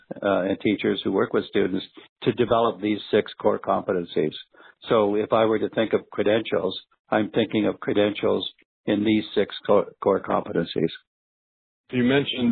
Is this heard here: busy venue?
no